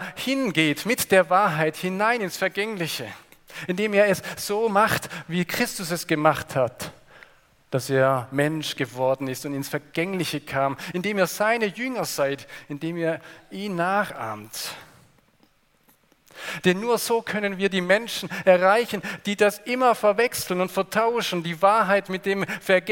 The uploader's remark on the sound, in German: Aus dem Gottesdienst der Liebenzeller Mission.